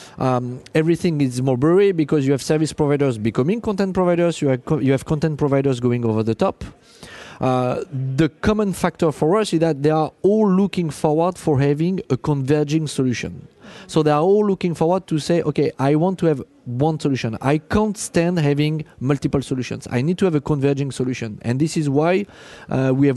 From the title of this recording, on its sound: Intel Chip Chat LIVE from IBC 19 in Amsterdam